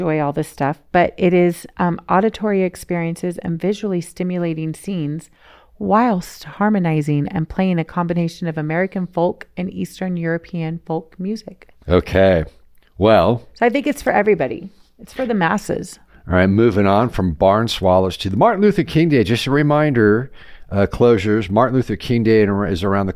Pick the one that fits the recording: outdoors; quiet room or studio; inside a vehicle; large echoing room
quiet room or studio